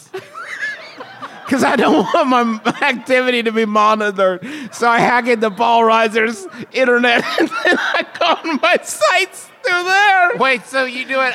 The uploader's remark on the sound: It’s the one and only MBMBaM live show of 2021, from the beautiful Grand Sheraton in Seattle for Emerald City Comic Con